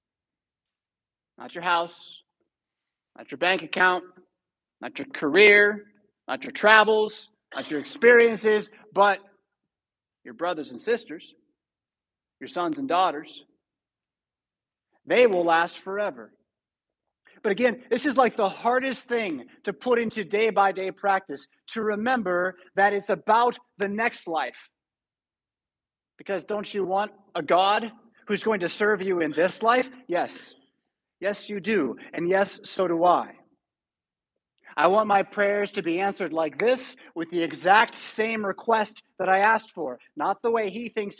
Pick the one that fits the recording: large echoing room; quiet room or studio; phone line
large echoing room